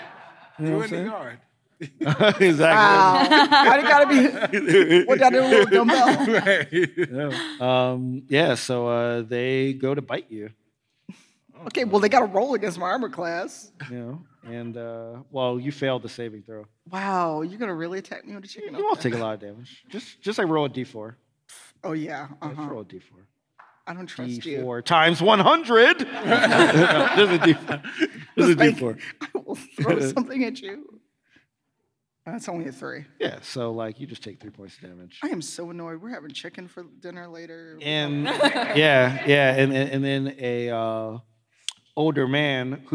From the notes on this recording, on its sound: Live From C2E2. Perform live at C2E2 in Chicago!